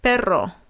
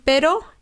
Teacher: usualmente van a pronunciar la doble R como R simple